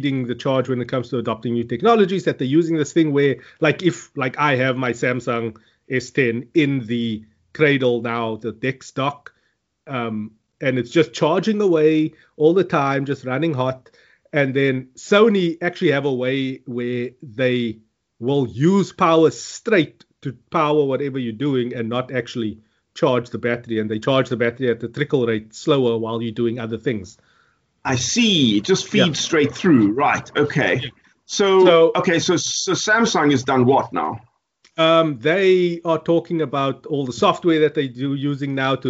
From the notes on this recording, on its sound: Recorded via Skype